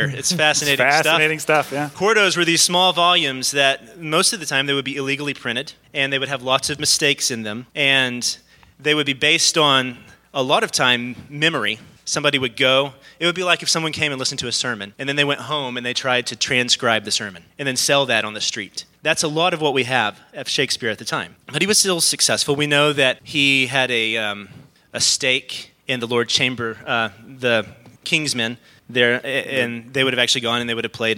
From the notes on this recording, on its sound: Bookening Live Show! Our heroes got to do their first live show as a fundraiser for Charis Classical Academy in Madison, WI , hosted by Red Village Church.